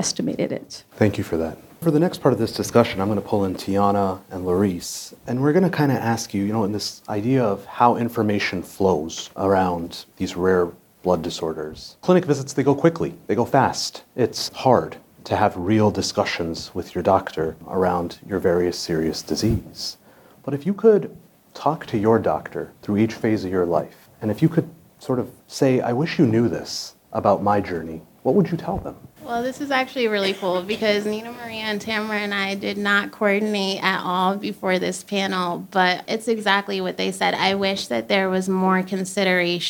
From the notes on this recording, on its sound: LIVE in New Orleans. We're LIVE from New Orleans, Louisiana! Listen to our live podcast panel featuring members of the sickle cell, pyruvate kinase deficiency, and thalassemia communities and leading KOL's in each field.